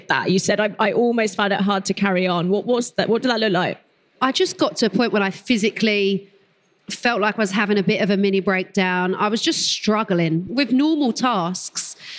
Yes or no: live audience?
yes